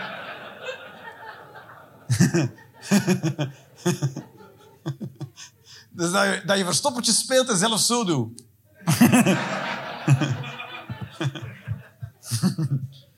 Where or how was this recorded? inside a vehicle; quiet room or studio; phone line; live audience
live audience